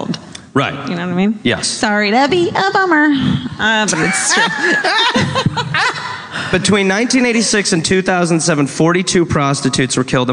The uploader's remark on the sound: Live from The Orpheum theater in Los Angeles!